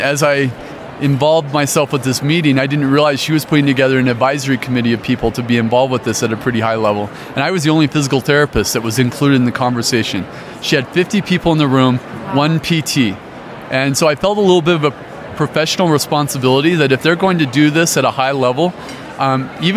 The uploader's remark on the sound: LIVE from the Private Practice Section Annual Conference in Colorado Springs, Colorado